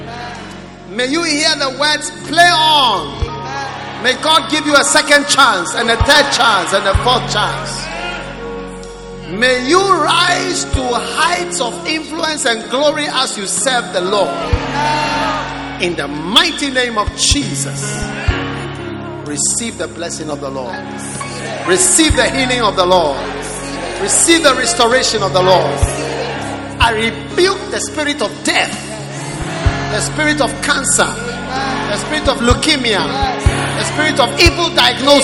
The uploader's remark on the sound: Preached at the Prophetic Encounter Service.